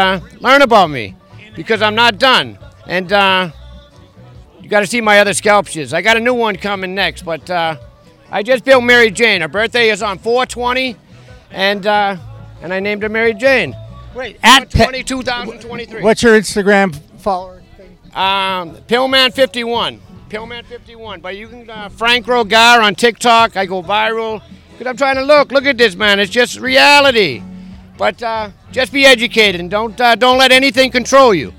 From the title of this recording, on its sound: In The Weeds on location at the Terptown Throwdown in Spencer MA